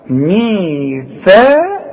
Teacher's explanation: في كتير ما يعرفوش يطلعوا الثاء دي، يقول لك ميثاقكم، ميثاقا، يا راجل هي ثاء مرققة لكن القاف مفخمة